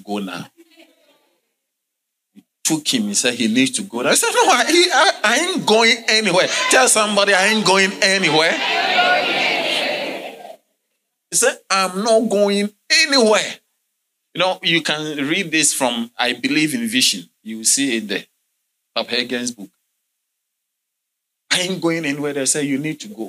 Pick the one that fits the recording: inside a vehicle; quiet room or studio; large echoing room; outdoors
large echoing room